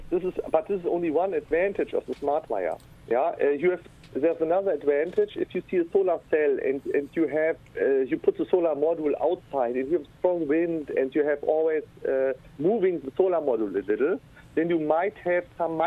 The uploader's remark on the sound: special call in guest